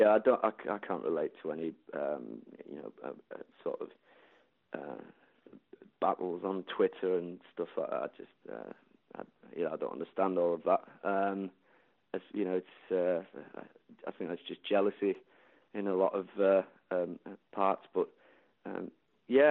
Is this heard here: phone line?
yes